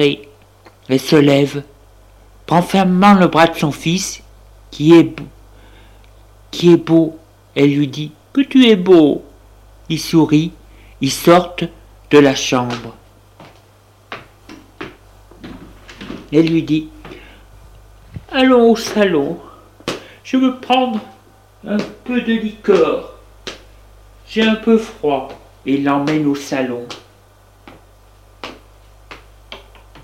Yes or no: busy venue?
no